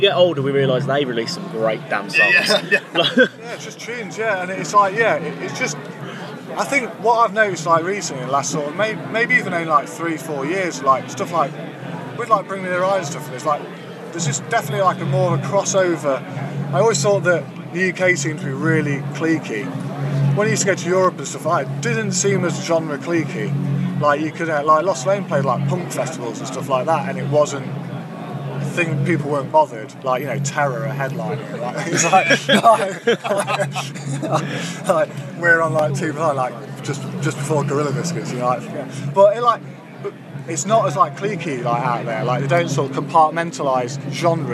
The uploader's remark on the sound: Live from 2000 Trees 2023